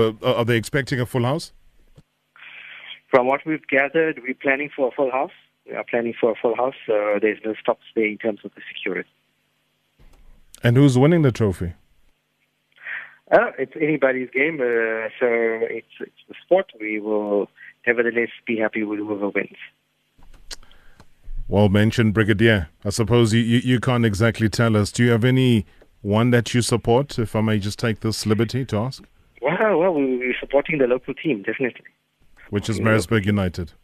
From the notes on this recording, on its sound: We have on the phone.